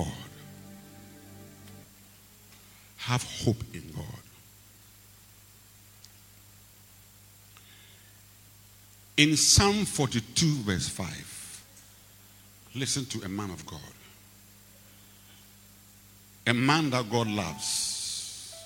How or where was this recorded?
large echoing room